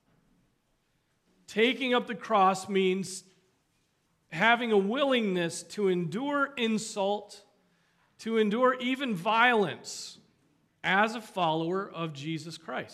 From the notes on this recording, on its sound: Preached on March 19, 2023 at Trinity Presbyterian Church